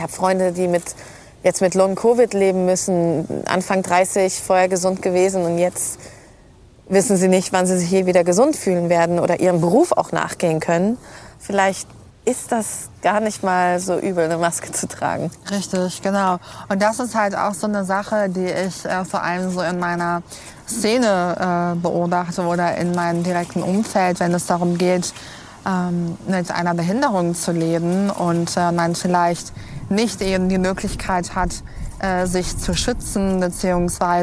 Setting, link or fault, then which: setting, outdoors